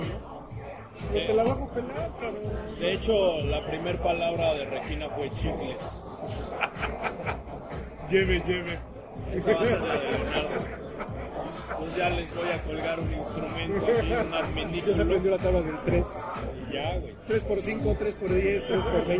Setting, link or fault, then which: setting, outdoors